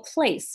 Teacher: P 跟 L 是连在一块儿，它中间没有别的元音 · Term: 辅音连缀